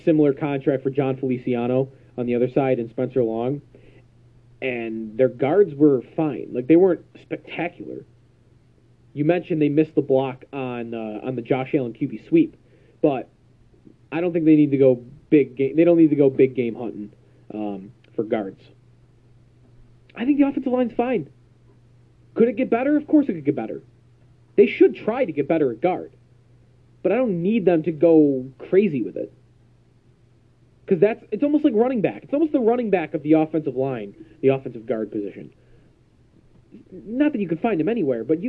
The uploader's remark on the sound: I record my calls into WGR550 shows.